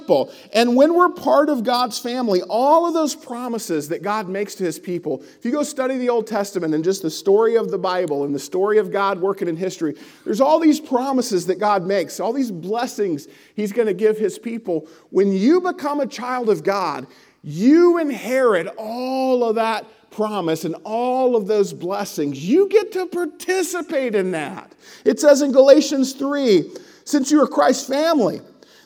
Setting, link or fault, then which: setting, large echoing room